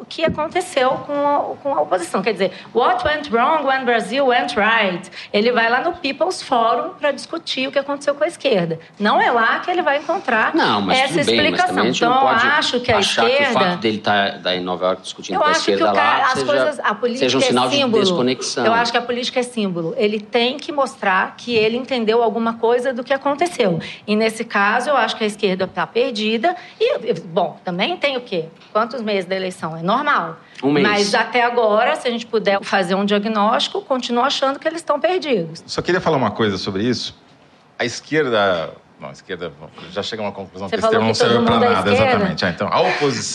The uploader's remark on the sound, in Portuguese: Ao vivo no Festival